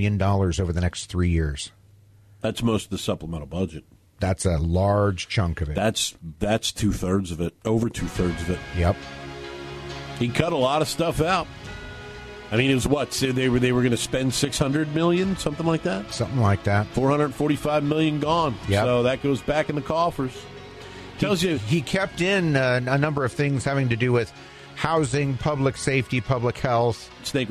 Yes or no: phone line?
yes